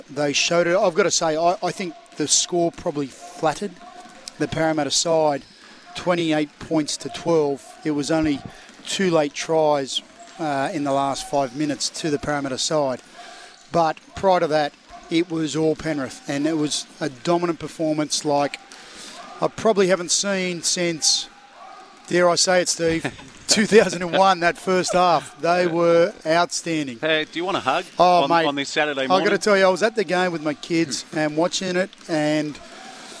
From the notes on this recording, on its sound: Live from Terrigal Basketball stadium. Plenty of action going on out there.